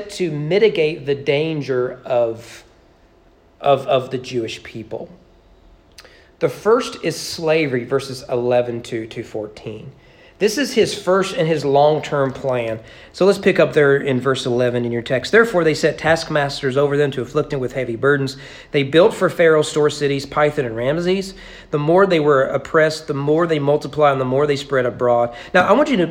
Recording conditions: large echoing room